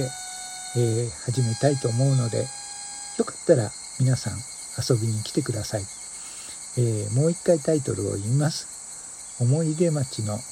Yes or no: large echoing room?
no